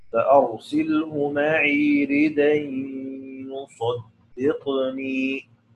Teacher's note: فالإمام أبو جعفر ينقل حركة الهمزة اللي موجودة في رد أن، ينقلها إلى الدال، التي قبلها، ويحذف الهمزة. طبعا عندما ينقل الحركة الدال في الأصل هي متحركة، هي ساكنة، فبتصير الدال في هذه الحالة تصير مفتوحة، تصير الدال مفتوحة.